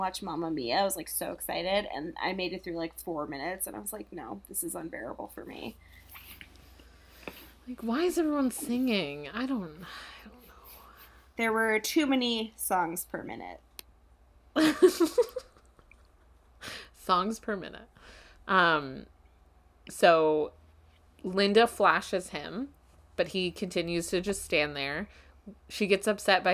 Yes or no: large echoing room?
no